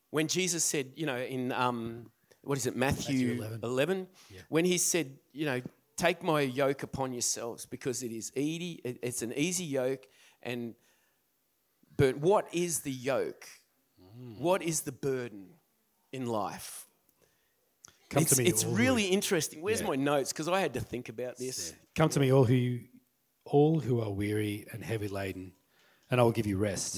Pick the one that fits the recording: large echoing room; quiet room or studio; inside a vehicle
large echoing room